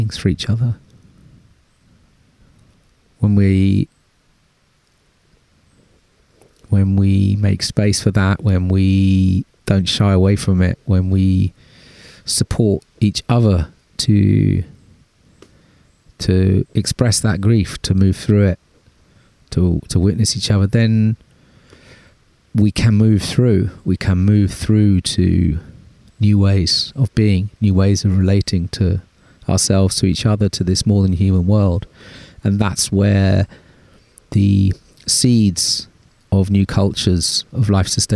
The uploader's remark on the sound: A reflective ramble in the woods. There are no guests (apart from wind, trees, a buzzard and a pigeon).